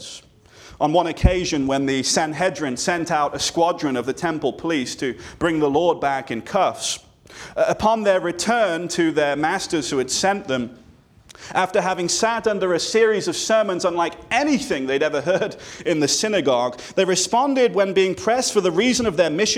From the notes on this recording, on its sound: This sermon was delivered on January 14, 2024 at Antioch Presbyterian Church, a mission work of Calvary Presbytery of the Presbyterian Church in America located in Woodruff, South Carolina.